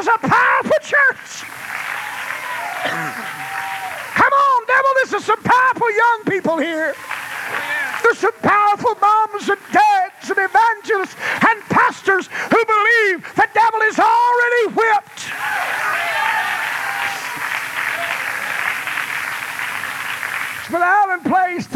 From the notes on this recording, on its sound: No More Blood Shed was preached in Olla, Louisiana on a Friday night, Olla Campmeeting 1995.